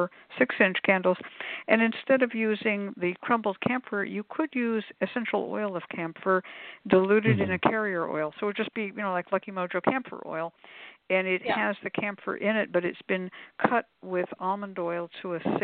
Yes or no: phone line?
yes